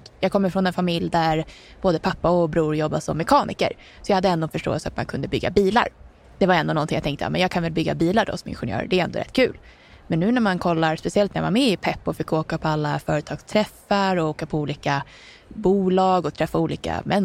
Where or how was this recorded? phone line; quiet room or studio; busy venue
busy venue